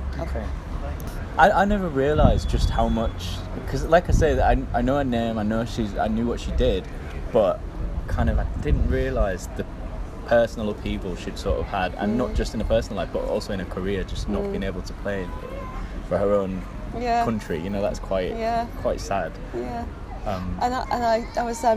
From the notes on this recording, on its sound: This episode was recorded outside so apologies for background noise.